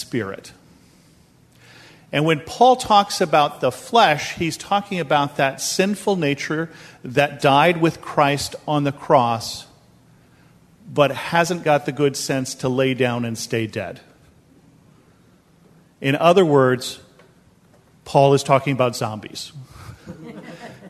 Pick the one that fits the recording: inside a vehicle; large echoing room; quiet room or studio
large echoing room